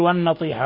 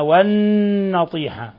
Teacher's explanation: والموقوذة والمتردية والنطيحة، النطيحة نون مشددة غن مقدار حركتين، لا تقل والنطيحة وإنما والنطيحة، وتلصق طرف اللسان في أصول الثنايا العليا لتظهر الغنة · Shown in: second take